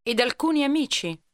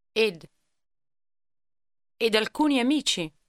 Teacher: the extra sound added to and when it comes before a vowel